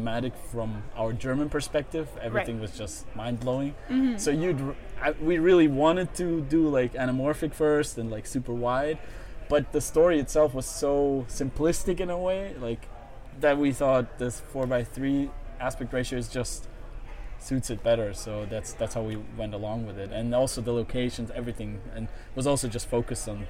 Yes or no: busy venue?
yes